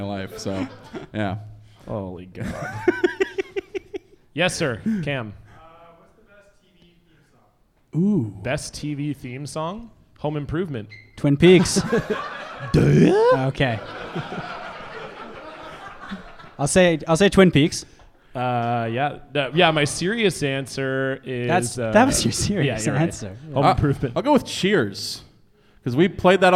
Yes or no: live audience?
yes